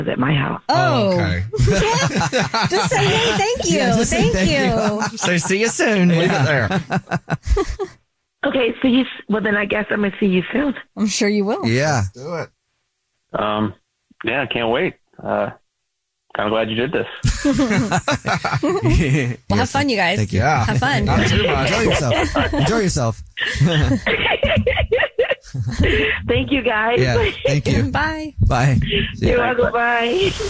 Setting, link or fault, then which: link, phone line